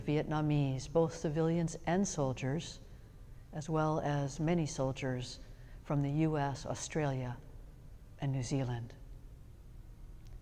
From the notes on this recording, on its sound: Sermons from Old South Church in Boston